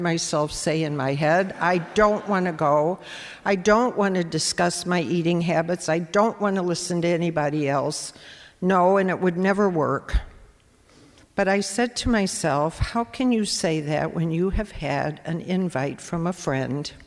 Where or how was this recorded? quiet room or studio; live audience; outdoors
live audience